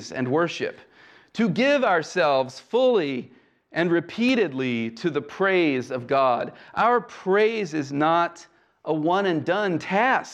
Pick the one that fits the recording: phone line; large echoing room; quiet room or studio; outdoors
large echoing room